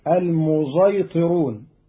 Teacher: قرأ قالون كلمة المسيطرون بالصاد فقط فتصير أم هم المسيطرون، وقد جاز فيها السين فيقرأها بعض القراء المسيطرون، وهناك أيضا من يقرأها مشمى فتصير المزيطرون